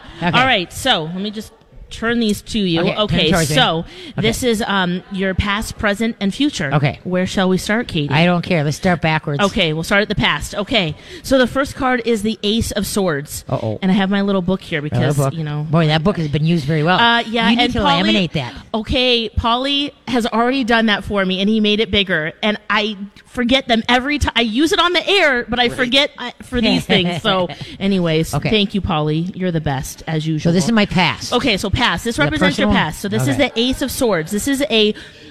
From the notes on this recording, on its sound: LIVE from Urban Tails for Pinky Swear!